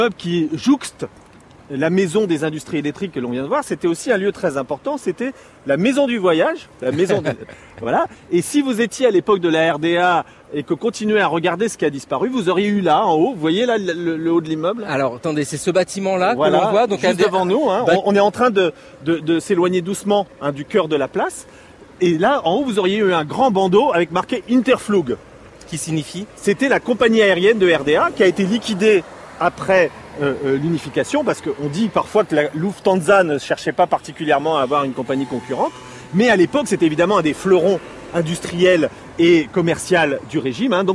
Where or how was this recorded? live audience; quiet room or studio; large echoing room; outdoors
outdoors